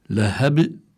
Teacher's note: الكلمة تنتهي بحرف الباء، سكن لأجل الوقف، بيكون صار عندي قلقلة لأن الباء من حروف القلقلة الخمسة، وهي قطب جد، القاف والطاء